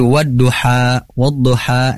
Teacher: ada alif bengkoknya. Dan kita harus membaca dua harokat.